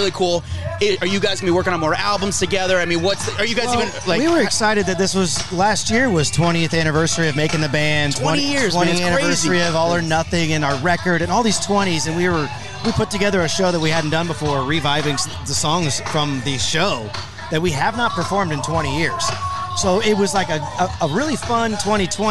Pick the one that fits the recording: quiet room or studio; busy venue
busy venue